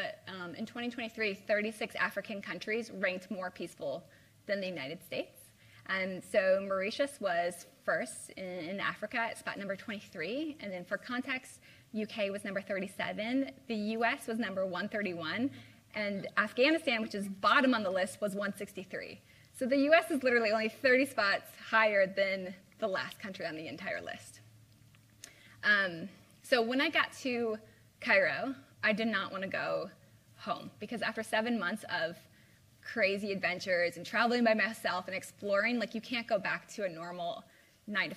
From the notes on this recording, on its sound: LIVE at Pittsburgh University Speech. This is a live presentation I gave at Pittsburgh University in September 2023 for the Center of African Studies. Live Q&A with the students.